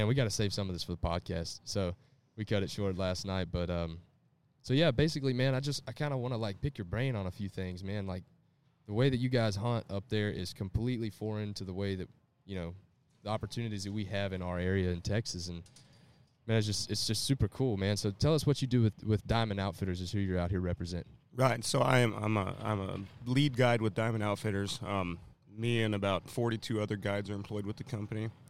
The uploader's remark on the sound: We are live at the Texas Trophy Hunter's Extravaganza in Dallas, Texas with some interesting fellow exhibitors.